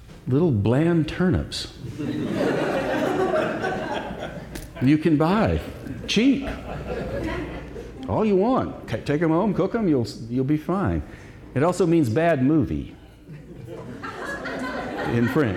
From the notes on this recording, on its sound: Live at The Story Parlor. In a unique, live-spoken word show. This event occurred at The Story Parlor, Asheville's intimate listening room.